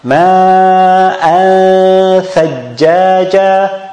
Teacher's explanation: And once I need to pronounce the tha, I make the tongue touch the tip of, and that's it. So I put the tongue very close to the articulation point of the tha while I pronounce the noon. And once I want to pronounce the tha, all I need is just like to leave, to elevate my tongue a little bit to touch the tip of the teeth, so the tha comes automatically.